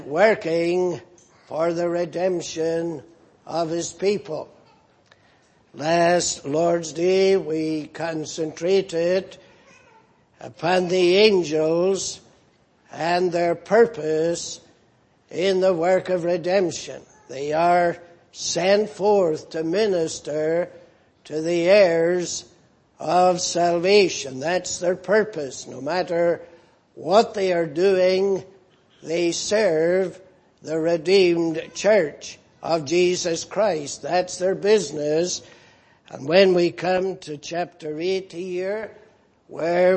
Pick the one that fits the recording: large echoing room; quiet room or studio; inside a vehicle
large echoing room